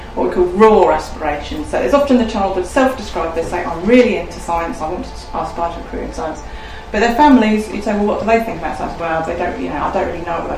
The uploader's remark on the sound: speaks at SRHE Access and Widening Participation Network